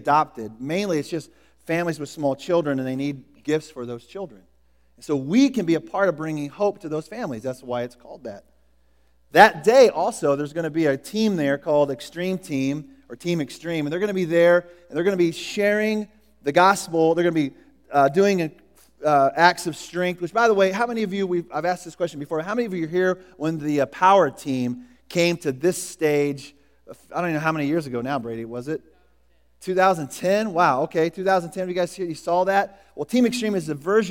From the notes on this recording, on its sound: Was recorded at The Calling Community Church located in Platte City, Missouri. Services are held at the Platte County High School Auditorium.